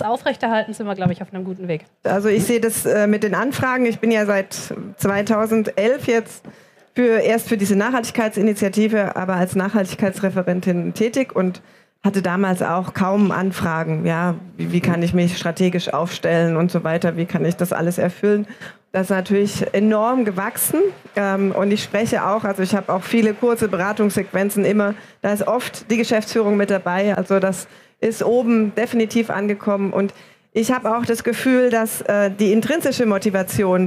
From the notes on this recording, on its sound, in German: auf der Bühne der Frankfurter Buchmesse